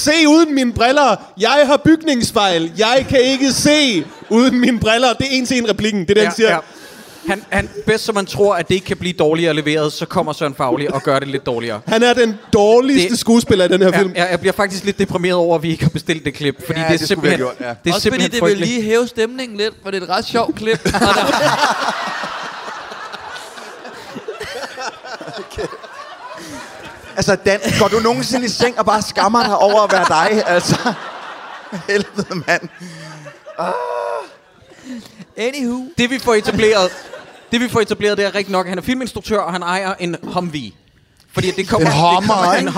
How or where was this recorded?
live audience